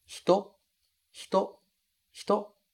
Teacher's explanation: Esse i quase desaparece.